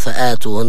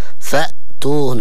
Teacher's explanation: كذلك الهمزة فأتوهن همزة وليس هو مد، لا نقول فآتوهن لكن فأتوهن · Shown in: second take